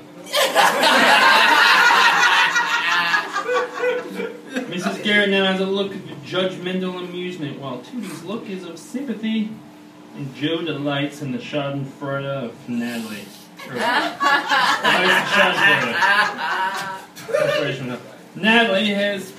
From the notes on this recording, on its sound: Sound effects, transition music and other comedic/editorial sound choices are developed and triggered during the performance. We perform the whole thing (comedians, actors, improvisers and me) for a live audience.